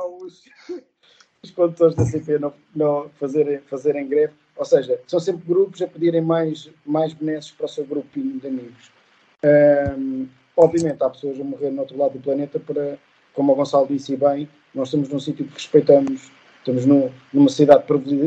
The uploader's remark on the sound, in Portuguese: O episódio foi gravado em circunstâncias difíceis e com resultados técnicos sonoros impróprios a tímpanos sensíveis.